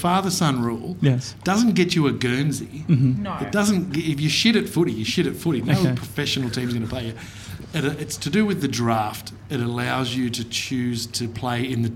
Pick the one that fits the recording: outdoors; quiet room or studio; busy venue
busy venue